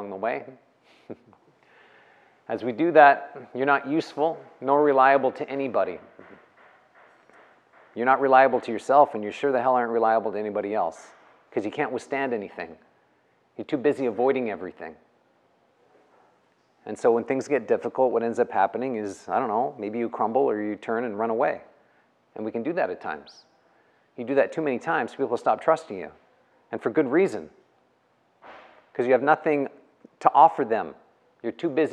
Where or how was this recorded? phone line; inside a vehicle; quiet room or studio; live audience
live audience